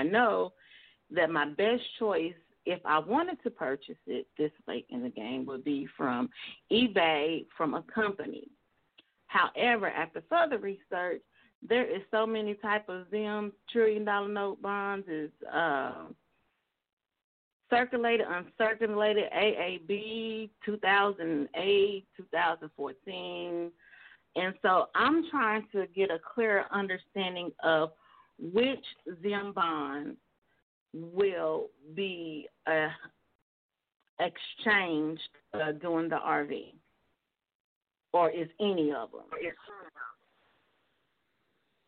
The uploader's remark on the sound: TNTSuperfantastic Conference Call.